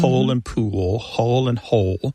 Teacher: And that L at the end of the syllable is what is known as a dark L. So the physical act of pronouncing that dark L kind of requires the back of the tongue to raise toward your soft palate